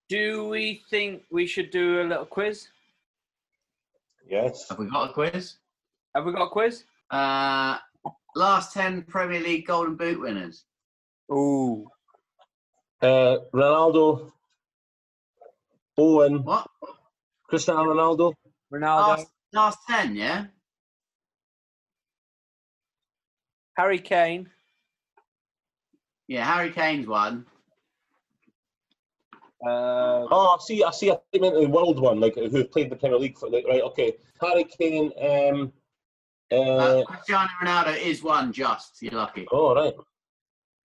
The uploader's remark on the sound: On their zoom pod.